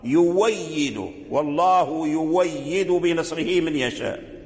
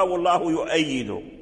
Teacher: أبدل هذه الهمزة واو · Shown in: first take · فقرأ يويد، والله يويد بنصره من يشاء.